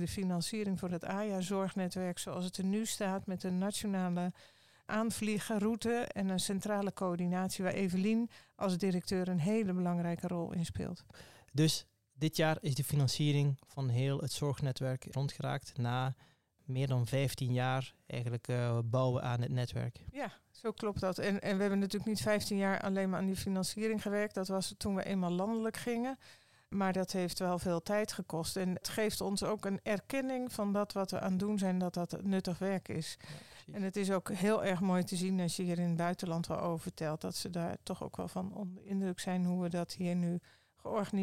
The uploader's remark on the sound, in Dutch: Deze podcast is opgenomen tijdens het 8e SPACE4AYA congres 'Zorg verlenen aan jongvolwassenen met kanker'. In Den Bosch.